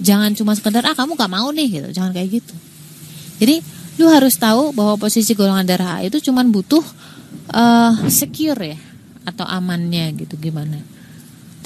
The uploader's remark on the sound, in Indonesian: Btw maaf backsoundnya ya, dan kesannya kek teriak-teriak gitu. Record pas ujan, di pinggir jalan persis.